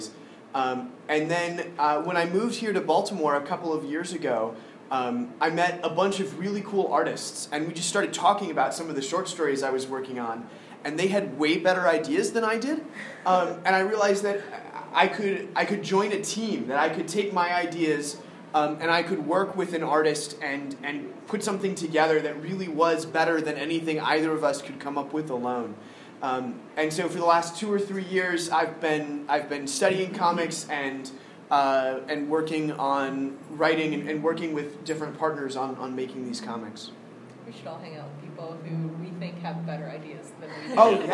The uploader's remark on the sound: Harford County Public Library Comic Con panel